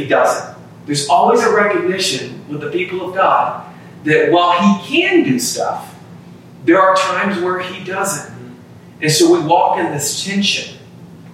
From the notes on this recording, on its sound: Pardon the poor audio quality this week as we had some issues with our equipment